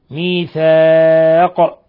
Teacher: لما وقفنا على القاف نقف عليها بالقلقلة ميثاق لأنها من حروف قطب جد. قوله تعالى طبعا ميثاق أو